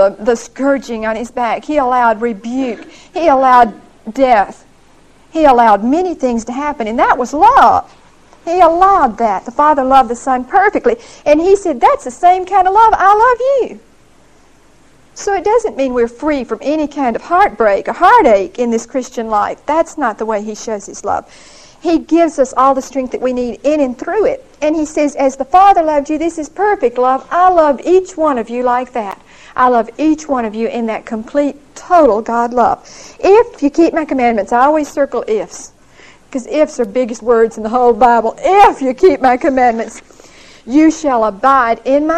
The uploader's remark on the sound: Recorded 11/11/1975 at Whitesburg Baptist Church.